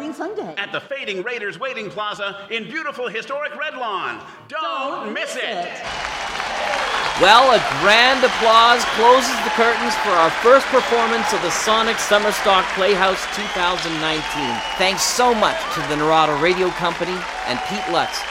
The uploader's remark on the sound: Performed live on stage at the Harbor Playhouse in August 2018!